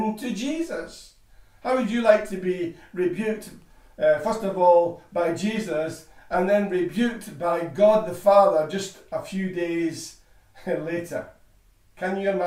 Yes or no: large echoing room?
yes